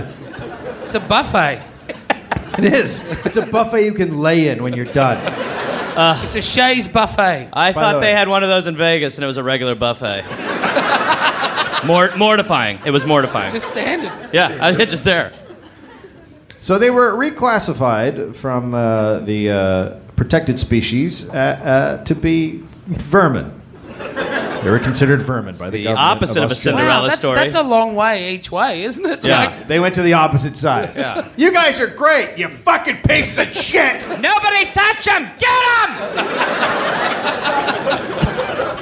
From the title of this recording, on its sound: Live in Australia